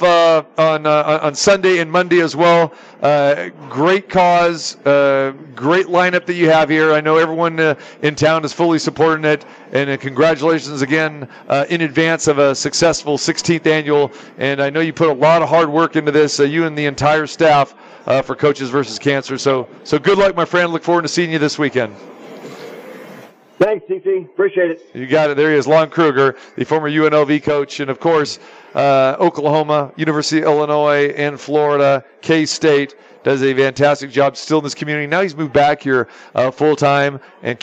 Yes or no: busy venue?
yes